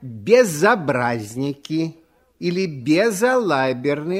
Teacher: Перед гласным звуком ясно слышится «з», и никакой ошибки сделать нельзя.